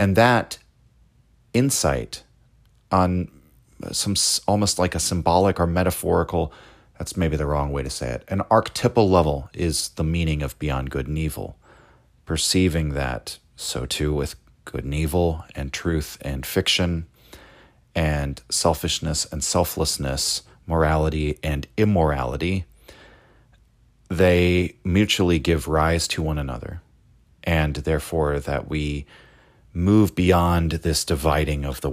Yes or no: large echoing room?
no